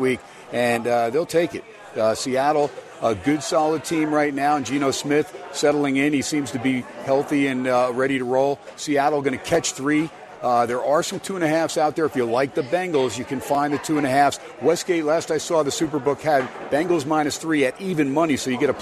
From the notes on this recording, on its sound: "Live" from #SteinersPub #LasVegas